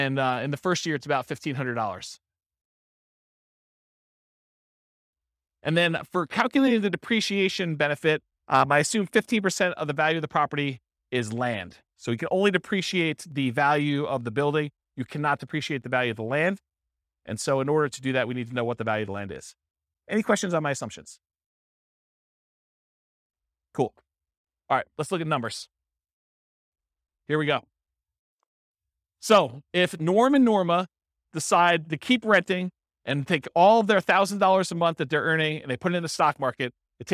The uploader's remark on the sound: This was a live class recorded